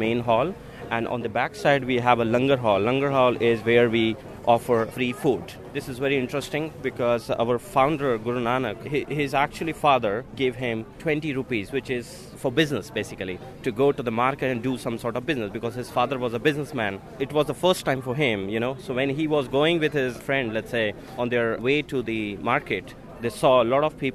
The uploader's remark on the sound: we'll get a flavour of the festival from the streets of Dublin, awash with the colour saffron.